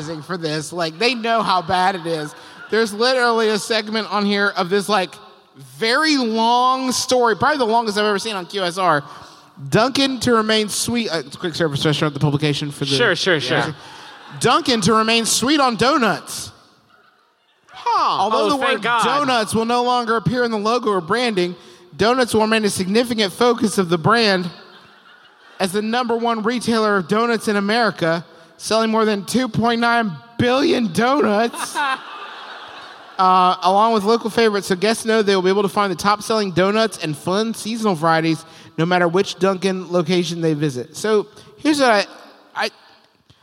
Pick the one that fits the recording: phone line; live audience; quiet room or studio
live audience